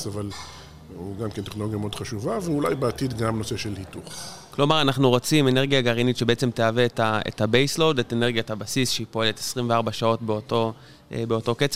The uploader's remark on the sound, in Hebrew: בפרק שהקלטנו במסגרת הכנס "האם הגיע הזמן לאנרגיה גרעינית?" שהתקיים באוניברסיטת רייכמן בשיתוף עם קהילת החדשנות באנרגיה "EnergyCom.IL".